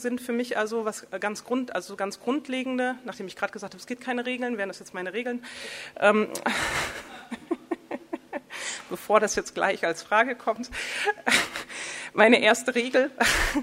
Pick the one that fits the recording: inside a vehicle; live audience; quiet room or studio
live audience